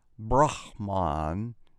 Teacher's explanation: I kind of gutturalized the H on my Brahman